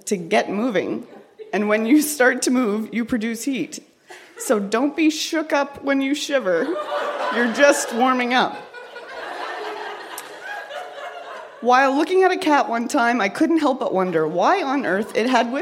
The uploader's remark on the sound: Recorded live at the Black Knight in Yellowknife.